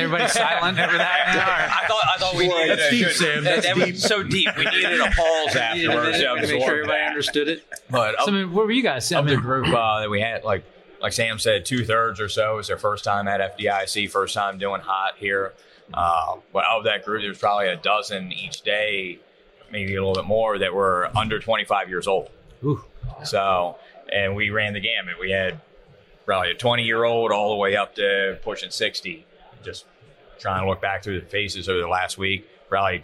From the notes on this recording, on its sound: Live at FDIC. Host a livestream discussion from FDIC International 2023.